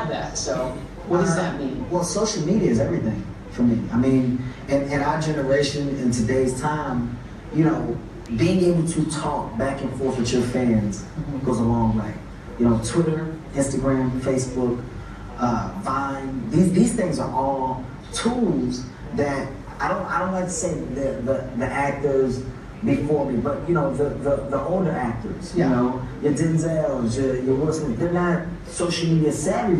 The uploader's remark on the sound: In front of a live audience in Kingston Jamaica.